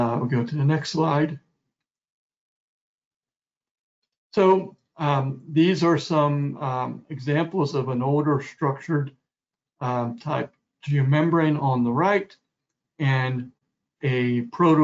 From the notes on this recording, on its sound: This is an audio version of the webinar.